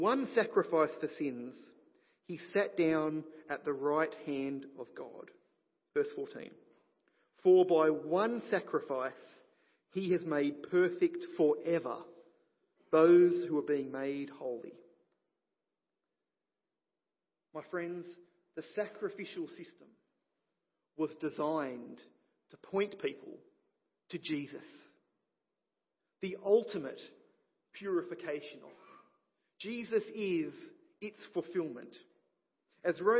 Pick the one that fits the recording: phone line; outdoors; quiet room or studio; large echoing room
large echoing room